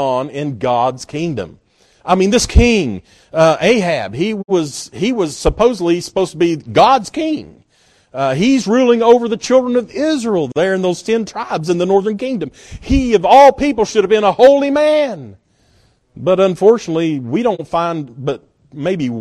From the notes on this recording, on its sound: at Northside Baptist Church-in Knoxville, TN